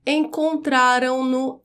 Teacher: É a forma verbal encontraram, que termina com o som nasalizado, porque termina com AM, mais o pronome oblíquo o. O pronome oblíquo é o o.